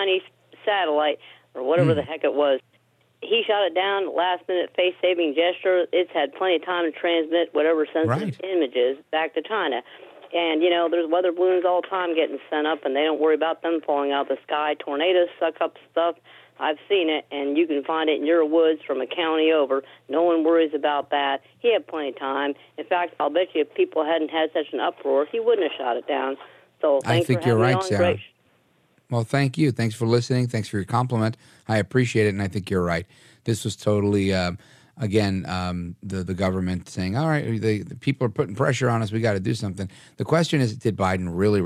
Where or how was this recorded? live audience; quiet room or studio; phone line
phone line